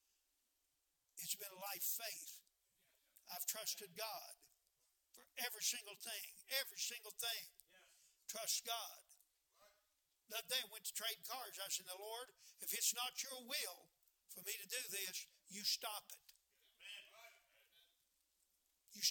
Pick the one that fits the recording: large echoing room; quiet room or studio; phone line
large echoing room